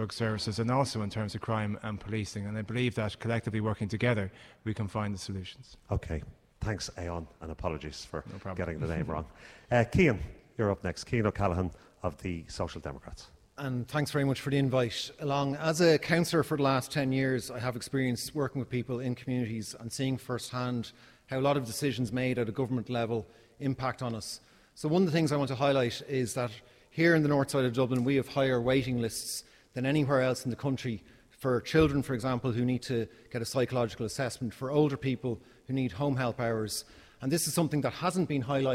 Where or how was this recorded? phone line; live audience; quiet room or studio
live audience